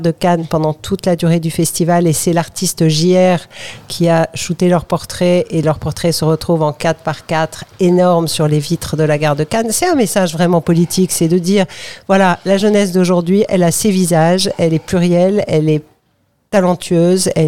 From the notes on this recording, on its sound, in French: Dans ce numéro spécial de Parole partagée à Nice, en direct de la scène de la Cuisine du Théâtre National de Nice pour le lancement de 7ième édition du concours Moteur !